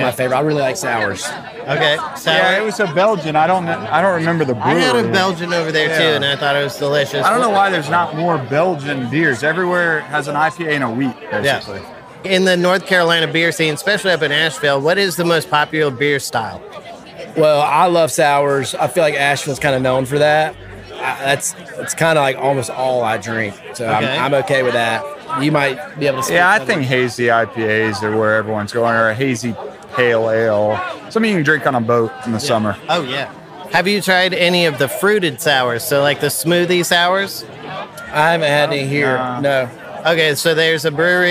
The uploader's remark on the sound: As we hit the road to take you live on the scene at the NC Brewers and Music Festival in Huntersville, NC. We talked to brewers and brewery reps from around the Carolinas, and heard from a few festival-goers about their favorite beers from the festival.